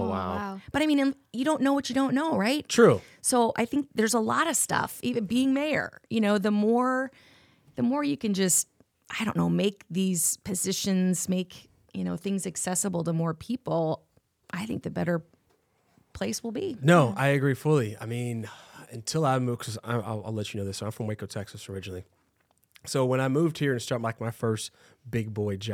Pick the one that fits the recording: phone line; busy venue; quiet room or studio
quiet room or studio